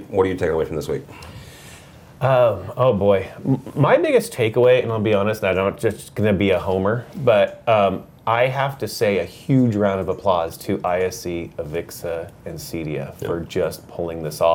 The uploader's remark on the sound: Live From ISE 2022. We are in person in Barcelona.